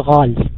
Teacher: بعض القبائل لا يأتون بها على وجهها التي نزل بها القرآن الكريم، بدل أن يقول قال يقول غال بالغين